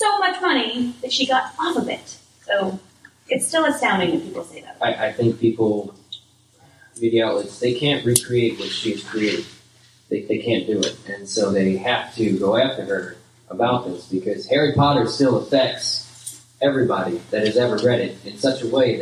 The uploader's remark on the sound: Live at LeakyCon Orlando.